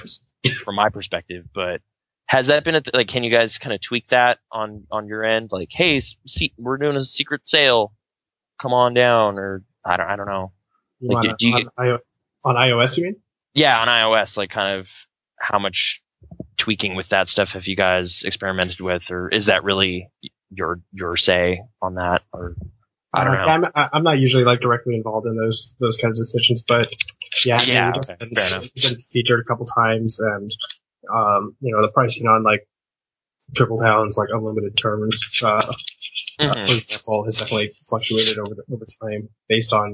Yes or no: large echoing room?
no